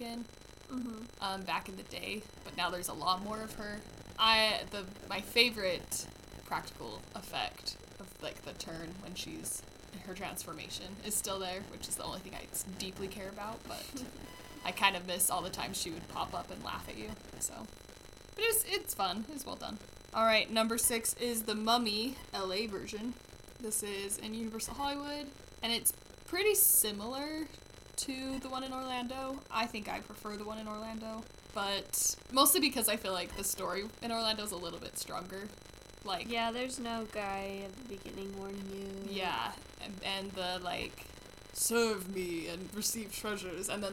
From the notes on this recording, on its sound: Apologies in advance for the poor recording quality.